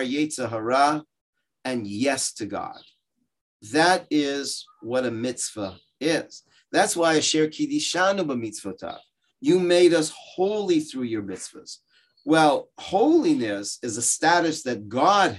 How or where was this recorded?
video call